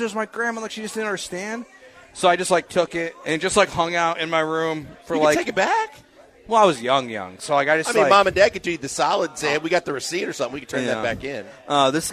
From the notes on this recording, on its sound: LIVE from Nick's Place for the 97.5 Christmas Party!